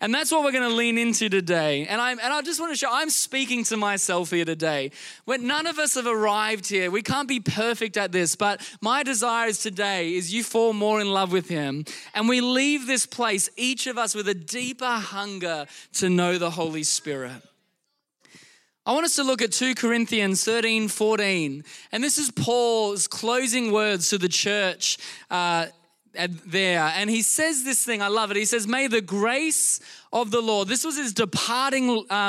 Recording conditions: large echoing room